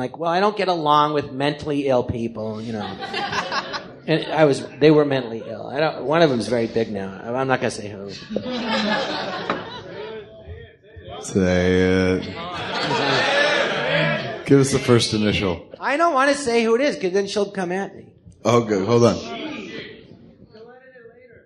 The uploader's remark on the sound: Recorded live at the Jon Lovitz Podcast Theatre.